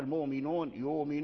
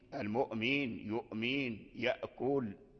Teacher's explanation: فورش يبدل هذه الهمزة تخفيفا، وأما قالون فيبقي الهمزة على أصلها · Term: الهمزة الساكنة